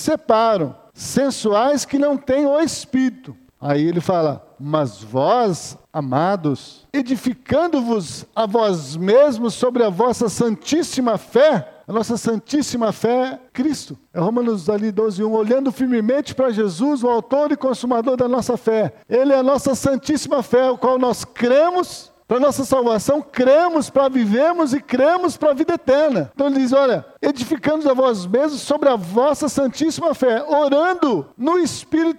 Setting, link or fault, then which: setting, large echoing room